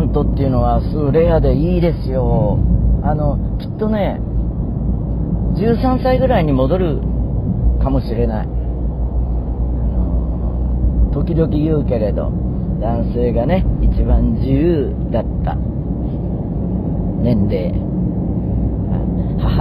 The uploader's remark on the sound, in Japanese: 今週はカーラジオ！超絶盛り上がったという広島公演終了後、車の中からお届けです(走行音のゴォーゴォー付き)。